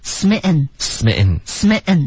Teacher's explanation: smitten. Smitten, smitten, smitten. You are so smitten.是 smitten, smitten, smitten. 所以这个 smitten 结尾的停顿呢，要靠喉咙。OK，不能就直接自然停 smitten,smitten，不然它就融成一个音节的 smitten。我们不要 man，对，那不对了。对，我们要 man。好，这句话的翻译，准确的翻译就是“你好花痴呀”。对，差不多，这可 · Term: 喉音停顿